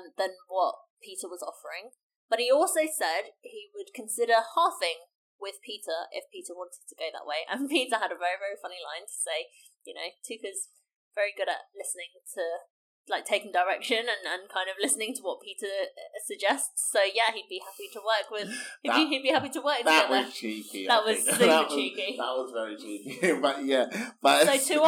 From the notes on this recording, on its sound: It didn't go that well technically, so we're sorry about the quality!